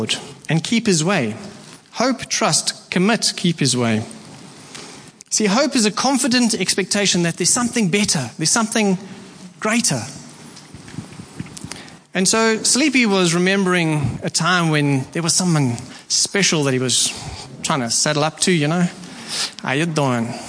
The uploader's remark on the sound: Preached at Horsham Downs on 28/01/24